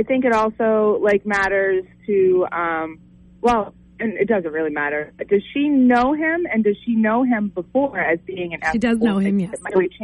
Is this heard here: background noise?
no